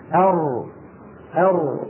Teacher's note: الراء أيضا من طرف اللسان لكن ما تقرع نفس المنطقة من غار الحنك التي قرعها طرف اللسان لما خرجت النون، تقرع إلى الداخل قليلا واللسان يأخذ شكلا متقعرا. أر ويبقى من هنا في الوسط هنا يبقى صبرة بسيطة ليمر منها جزء الصوت الذي بمروره تتحقق صفة البينية بين الرخاوة والشدة في حرف الراء.